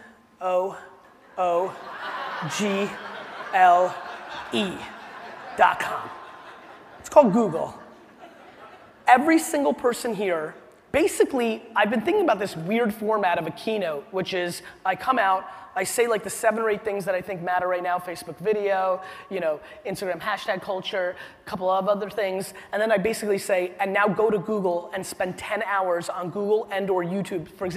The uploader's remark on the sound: A keynote: Inman Connect Conference 2016